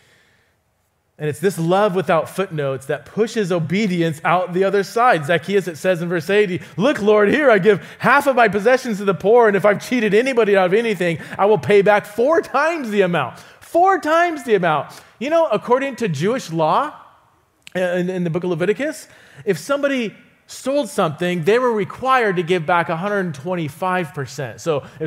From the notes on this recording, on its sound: visits Resonate Church to teach